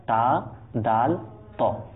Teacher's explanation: জিহ্বার অগ্রভাগ ও উপরের দাঁতের গোড়া থেকে এই হরফ উচ্চারিত হয়। শুধু তা নয়, বরং তার সাথে আরো দুইটি হরফ রয়েছে, সেই দুইটি হরফও এই জায়গা থেকে উচ্চারণ হয়, অর্থাৎ তা দাল ত।